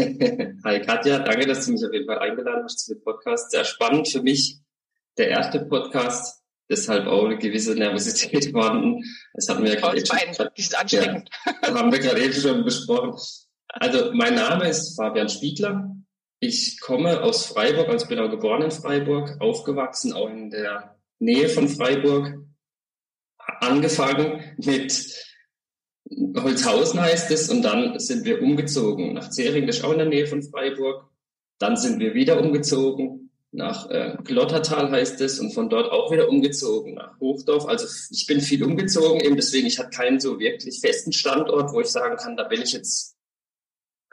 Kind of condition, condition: fault, poor sound quality